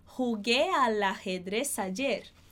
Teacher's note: a gente vai juntar primeiro esse L de al com o A de ajedrez. E depois o Z de ajedrez com o A de ayer. Lembrando que o Z vai ter sempre som de S.